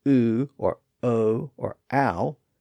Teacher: Since that ch sound sometimes followed a vowel sound that was pronounced with rounded lips, like oo or o or ow